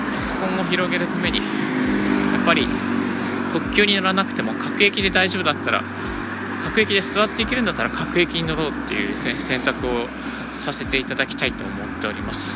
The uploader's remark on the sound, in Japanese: 歩きながらラジオ配信。